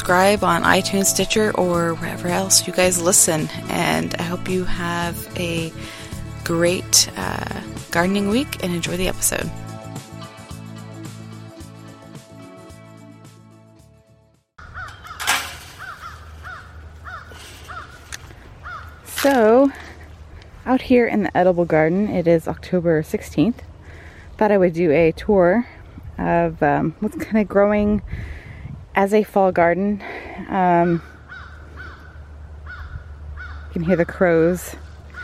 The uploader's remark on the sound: This is the first in a series of solo episodes for late fall/early winter. I recorded an audio tour of the the edible garden! There’s a chorus of crows to add some ambiance throughout the show!